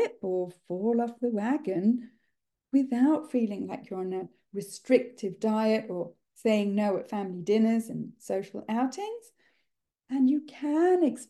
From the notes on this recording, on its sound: This episode is a recording of a live online workshop that I gave in January 2024